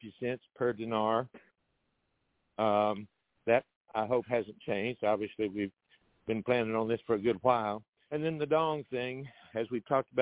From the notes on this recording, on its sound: TNTSuperfantastic Conference Call